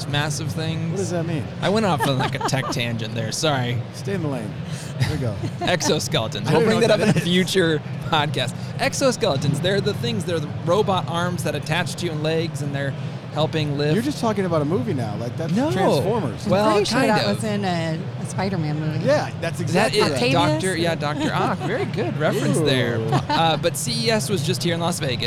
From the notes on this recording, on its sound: we are LIVE from Las Vegas at the International Builders’ Show!